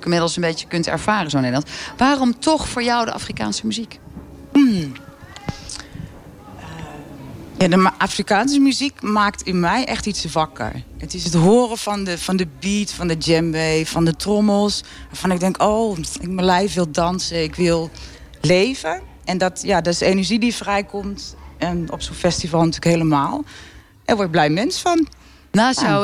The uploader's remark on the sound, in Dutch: Vanuit het Afrikafestival in Hertme (7 juli 2019)